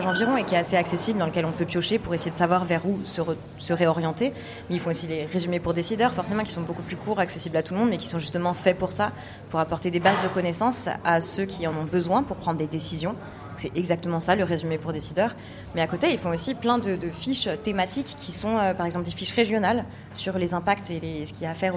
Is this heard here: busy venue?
yes